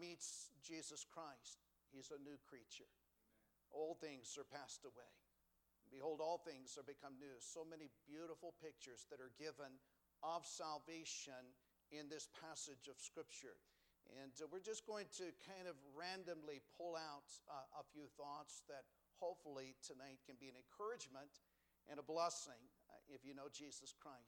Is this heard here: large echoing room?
yes